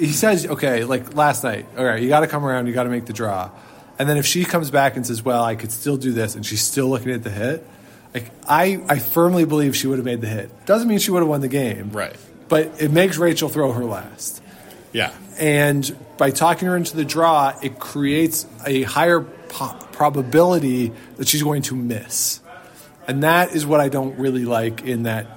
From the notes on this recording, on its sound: We join you nearly live from the Ottawa Curling Club